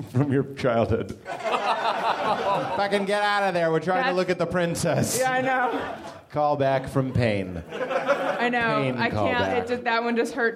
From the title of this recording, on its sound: LIVE from Nerdmelt